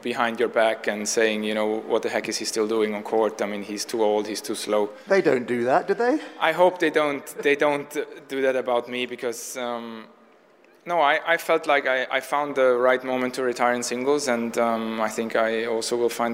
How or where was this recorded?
busy venue